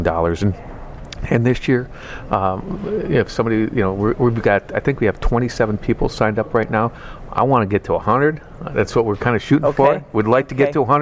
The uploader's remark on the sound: Live at #2018AAC